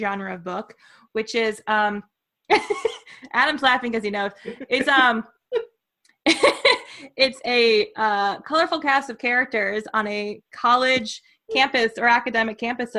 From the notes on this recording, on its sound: Onboard to round out the Zoom crew. Several kitties, puppies, and a baby.